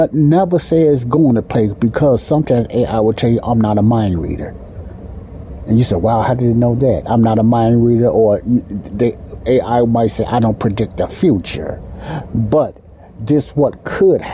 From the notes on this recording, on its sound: The Sound in this podcast may sound a little muzzled like some of my others I apologize for that but the area I was recording has a loud heater sound in it.